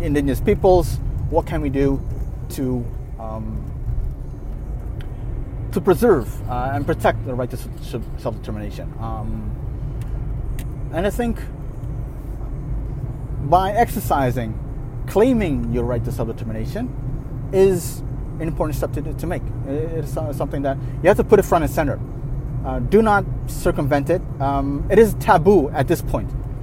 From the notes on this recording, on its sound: (Voice Memo). A voice memo I recorded while driving. I stopped the car at a gas station, switched on the voice recorder feature on my phone and started talking again.